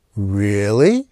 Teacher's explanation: You look up at the blue sky and you yell, really? Just as your eyes go up, so does the rising tone.